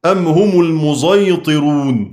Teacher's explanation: خلف عن حمزة يقرأ بالإشمام قولا واحدا في المسيطرون